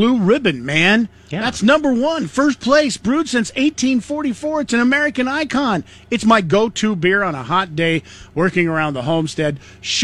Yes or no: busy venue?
yes